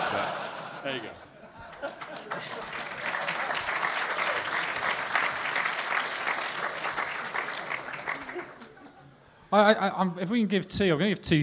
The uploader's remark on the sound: The Blizzard live in Dublin. The second half of the Blizzard's live Q&A event held at Dublin's Sugar Club on 3rd March 2016.